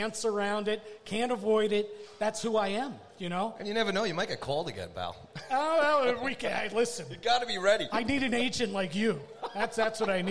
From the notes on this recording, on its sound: Live From Aroogas. Live and on-location from Arooga's Grill House and Sports Bar in Rockville Centre, New York.